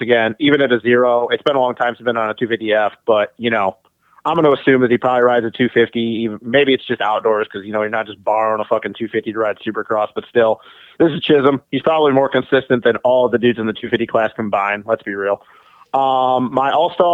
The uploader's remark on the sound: get on the phone